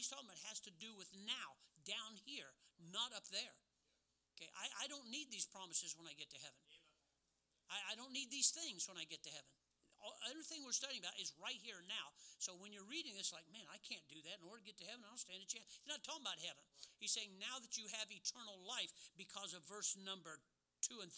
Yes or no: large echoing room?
yes